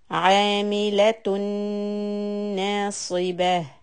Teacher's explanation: Hold the noon shadda. Two counts.